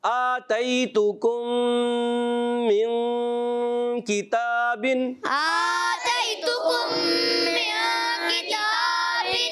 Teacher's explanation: جب کبھی میم ساکن بعد دوسری میم آتی ہے ادغام شفوی ہوتا ہے، غنہ کریں گے · نون ساکن کے بعد آ رہا ہے کاف، یہاں پر بھی غنہ ہوگا، اخفا کا غنہ ہوگا